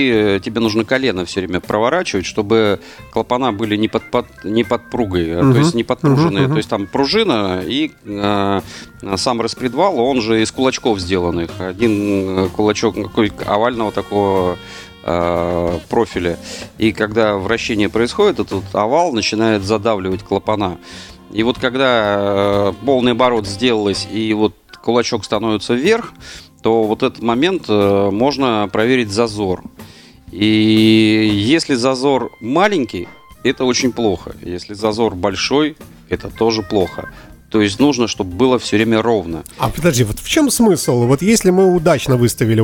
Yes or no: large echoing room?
no